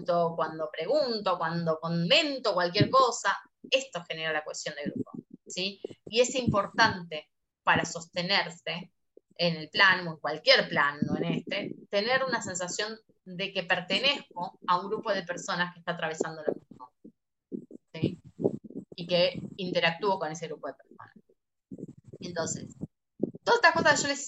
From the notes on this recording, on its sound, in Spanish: Audio de charla de zoom